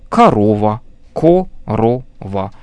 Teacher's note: То есть каждый слог в каждом слове заканчивался на гласную букву, точнее на гласный звук. · Term: открытыми